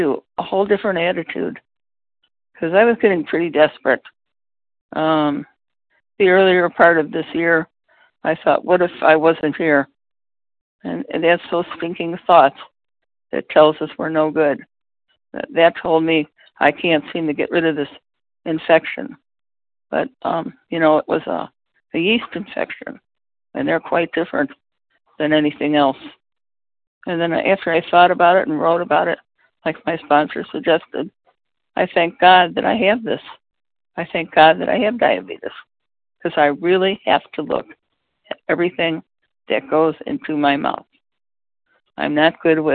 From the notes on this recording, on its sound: the 100 Pounders Phone Meeting on 11/10/20